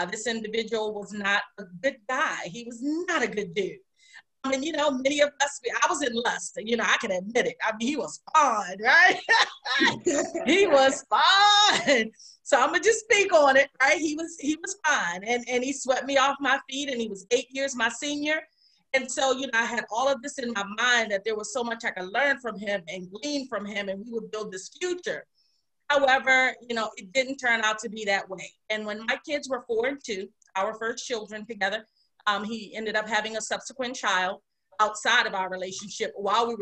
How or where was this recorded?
video call